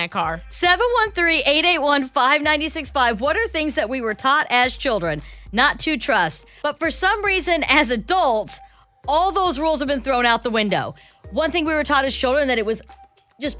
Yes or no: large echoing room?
no